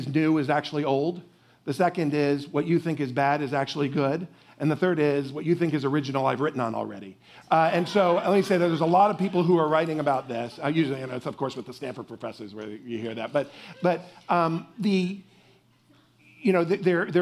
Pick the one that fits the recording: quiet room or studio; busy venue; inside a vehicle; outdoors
busy venue